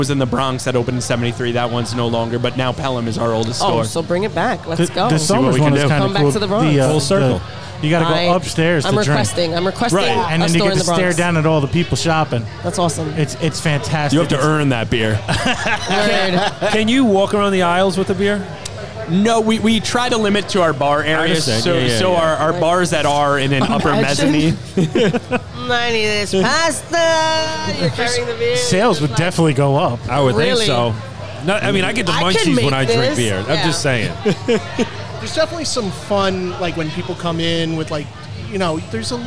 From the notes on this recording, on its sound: We spent the evening podcasting live from craft beer mecca, DeCicco and Sons in Brewster, NY. We spent the evening podcasting live from craft beer mecca, DeCicco and Sons in Brewster, NY. Joining us for a tap takeover was Diner Brew Company , Plan Bee Brewery, Industrial Arts Brewing. What you won't hear are the dedicated crew behind the bar who help organize this great event.